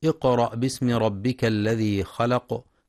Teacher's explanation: ينتبه القارئ لقلقلة القاف في اقرأ ولترقيق الهمزة بعدها